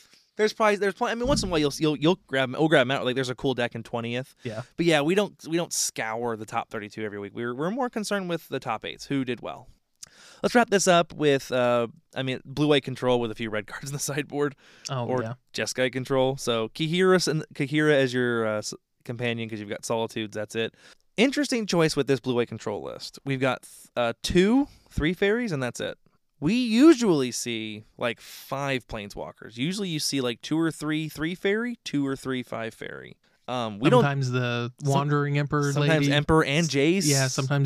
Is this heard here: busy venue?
no